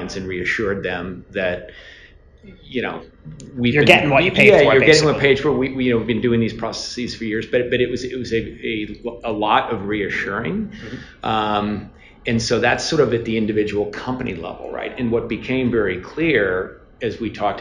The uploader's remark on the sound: Live from the Point of Care Communication Council industry summit